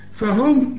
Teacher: فهم ميم بدون تشكيل بعدها ميم إدغام كامل بغنة، فهم كانها ميم واحدة مثقلة